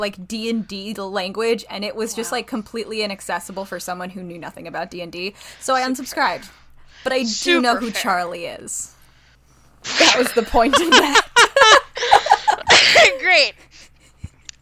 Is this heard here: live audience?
no